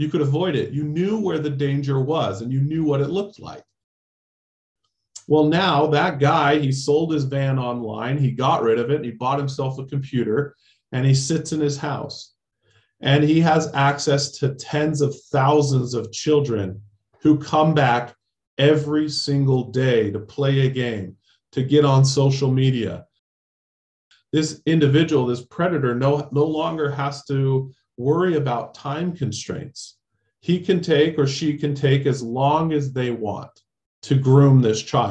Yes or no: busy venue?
no